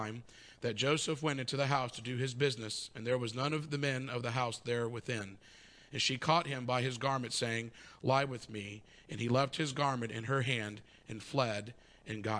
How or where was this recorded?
large echoing room